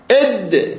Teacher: الصوت المجهور ممكن أن يكون شديد مثل الدال والباء، الدال إد يرتعش الوترين الصوتيين وينحبس الهواء في المخرج